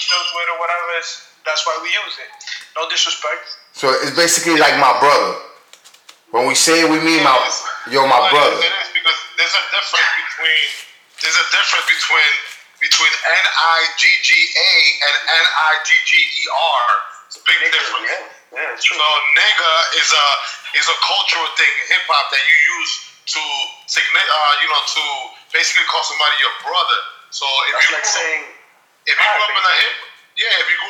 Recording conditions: poor sound quality